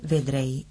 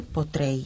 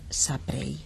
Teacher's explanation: Algunos verbos, sobre todo los verbos de la segunda conjugación, en los que el acento del finitivo recae en la E de la desinencia, pierden la E de la terminación del infinitivo, dando como resultado una forma contracta · Term: condicional sincopado